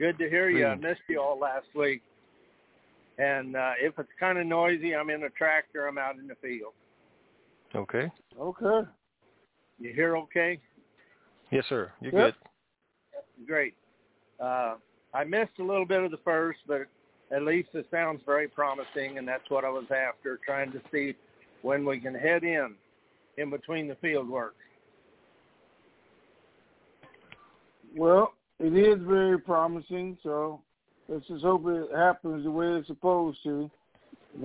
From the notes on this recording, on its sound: TNTSuperfantastic Conference Call 2